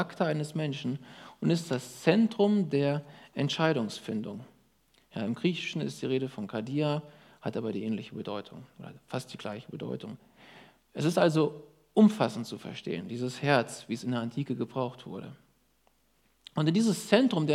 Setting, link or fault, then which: setting, large echoing room